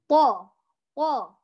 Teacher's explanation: الأمر الثاني، لا نقول طا مفخم نعم، ولكنه طا طا طا مفتوحة هكذا، بل نأتي نطبق جزء من اللسان على سقف الفم فنقول طا طا، فهذا يجعل الصوت كمان أقوى. أيضا حرف الطاء لا يخرج معه هواء، لأنه لو خرج معه هواء هذا يدل أنه ضعيف، لكن الطاء لا يخرج معه هواء لأنه حرف قوي.